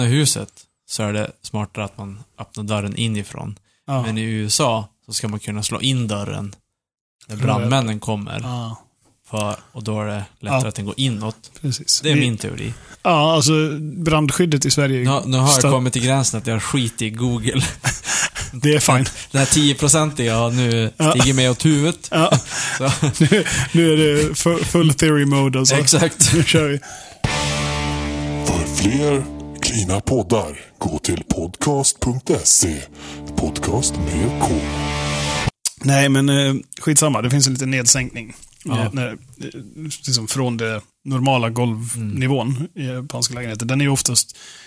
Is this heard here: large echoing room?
no